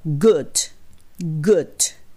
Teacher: 喉の奥からグっていう音にします